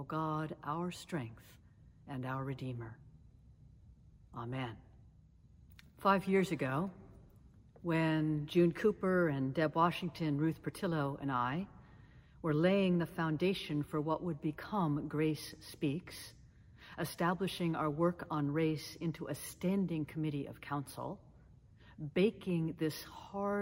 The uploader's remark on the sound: Sermons from Old South Church in Boston